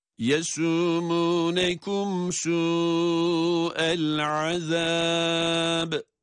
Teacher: Ancak böyle çok biçimsiz, uygunsuz bir ba harfini çatlatma, patlatma şeklinde değil, tatlı bir okuyuşla ba harfini çıkış yerinden ince ve kulağa hoş gelen bir sesle kalkalesini yaparak sesini o şekilde patlatıyoruz